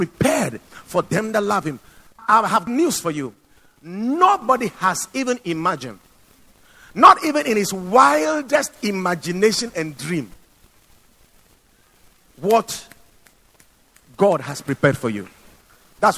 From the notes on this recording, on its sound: Preached at Watered Garden Church